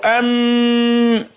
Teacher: أقول أم في غنة مخرجها الخيشوم